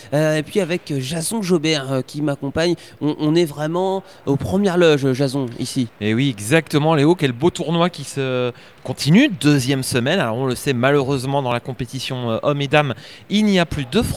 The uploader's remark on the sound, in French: en direct de Roland Garros